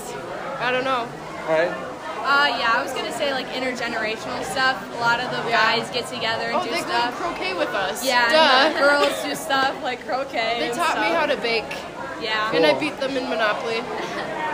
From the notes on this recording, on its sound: Continuing live interviews at FLY 2023